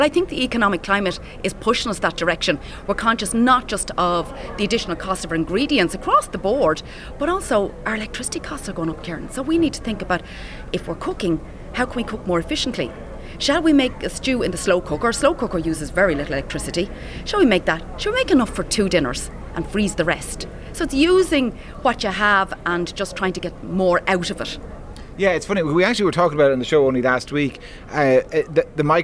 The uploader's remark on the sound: live from The Ploughing Championships